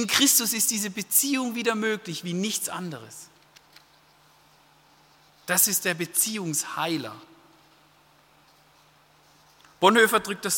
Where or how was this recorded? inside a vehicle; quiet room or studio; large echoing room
large echoing room